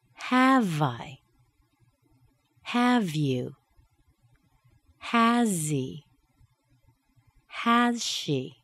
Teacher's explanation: Going down in intonation, have I? Have you?